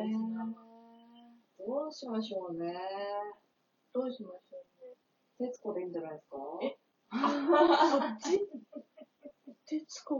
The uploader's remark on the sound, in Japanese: 対面収録なのになーんでこんな音声悪いかねww。音量無理やり上げたのでまた雑音すごいです泣。